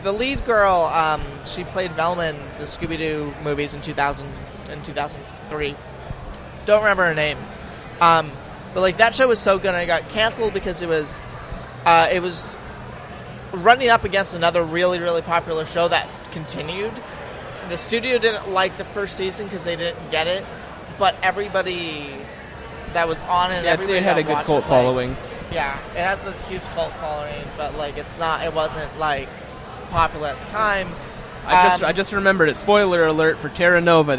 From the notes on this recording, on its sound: broadcast live cdom Wondercon 2018 in Anaheim